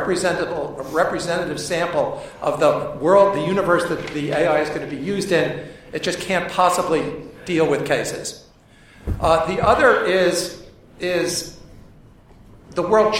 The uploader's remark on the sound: The Future of Digital Intelligence LIVE from the Lawyer Jurga.